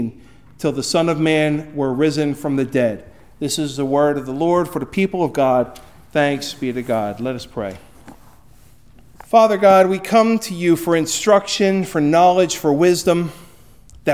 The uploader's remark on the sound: Recorded at Hudson UMC on February 11, 2024